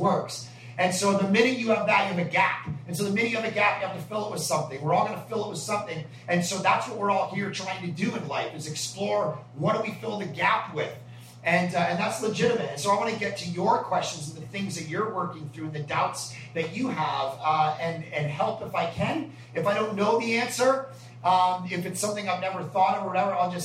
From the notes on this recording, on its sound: Q and A at a coffee shop in Toronto.